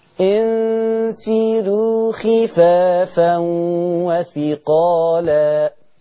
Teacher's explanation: عايزك تنزلي بترقيق الراء شوية، يعني ورش بالذات دون سائر الرواب يتميز بترقيق الراءات بتاعته.